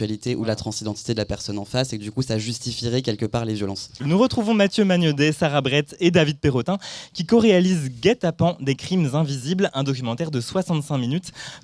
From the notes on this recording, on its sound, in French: Cette interview est extraite de notre émission spéciale à La Folie dans le cadre du festival Bizarre.